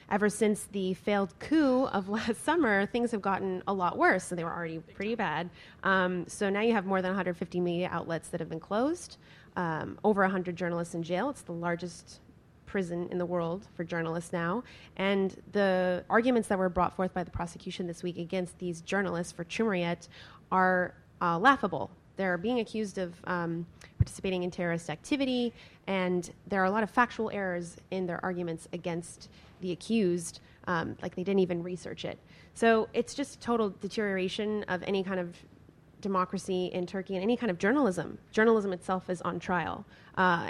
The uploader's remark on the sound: The Association of Alternative Newsmedia hosts a panel at its annual meeting.